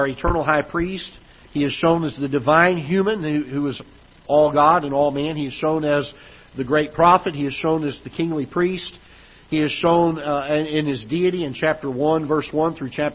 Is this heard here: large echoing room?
yes